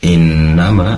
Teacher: Pertama, innama ada nun yang bertasydid, tentunya gunnah. Maka pastikan gunnahnya mendengungnya lebih lama. Kemudian ma, di situ ada mad tabi'i dua harokat.